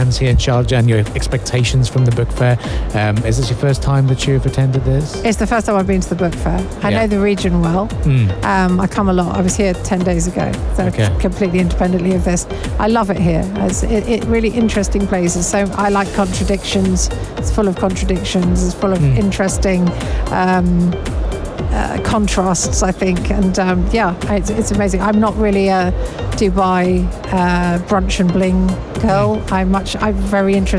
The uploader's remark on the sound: Live from SIBF 2023